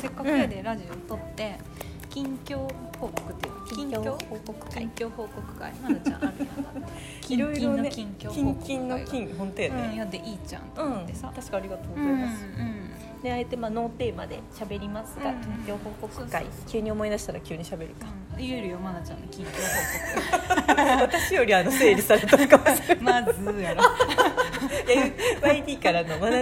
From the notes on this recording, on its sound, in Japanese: アワー食堂スタジオ！アワー食堂さんにすべりこんで、まずはタラタラしゃべって収録スタートさせてもらいましたん。